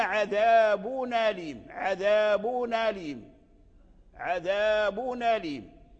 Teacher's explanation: فحذفنا الهمزة أليم ونقلنا حركتها إلى التنوين · Term: النقل